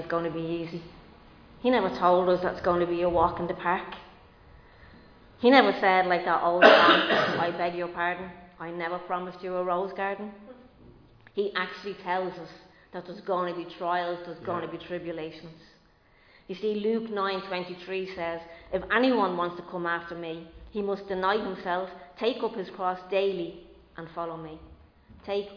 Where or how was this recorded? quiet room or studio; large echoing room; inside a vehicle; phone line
large echoing room